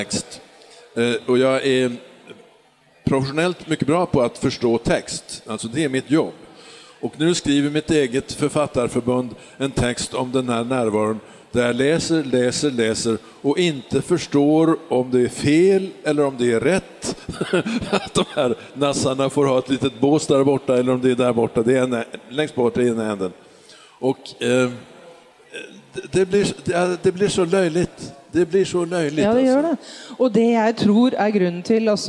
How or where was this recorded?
live audience